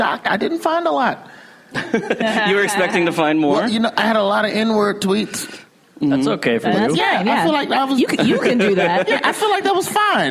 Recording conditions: live audience